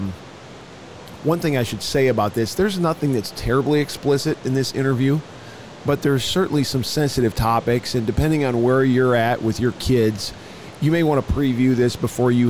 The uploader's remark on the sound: LIVE from NRB 2022!